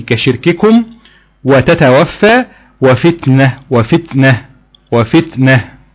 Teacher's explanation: الحرف كاف والتاء هما حرفين شديدين مهموسين فيهما شدة وهمس. فبقول لك خد بالك ما تجيبش الهمس على حساب الشدة فتضيع صفة من صفات الحرف.